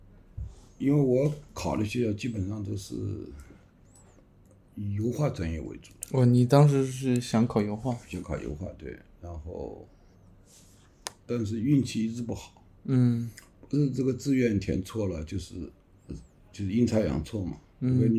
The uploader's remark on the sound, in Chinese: 本期录制时环境比较嘈杂